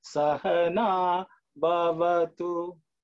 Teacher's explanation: All of them are short. But also, there's no pitch. That's in the middle level. Okay. Sahana, va-va-tu.